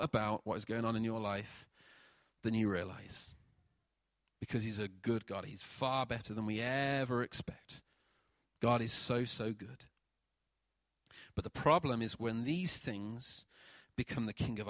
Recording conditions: large echoing room